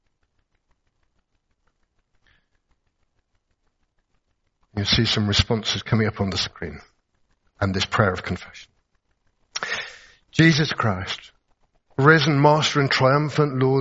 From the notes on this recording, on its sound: Recorded at the 10:30 service on Sunday 16th April 2023 at St Andrew’s Church, Malvern.